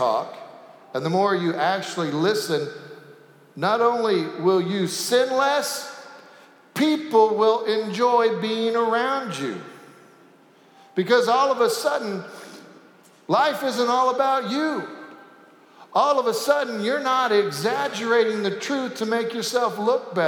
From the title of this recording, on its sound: Sanctuary Service